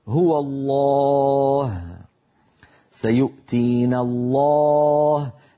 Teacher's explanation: لام لفظ الجلالة وبالتالي الألف التي بعدها مفخمة